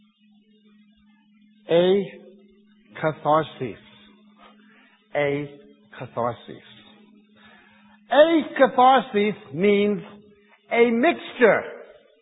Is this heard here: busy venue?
no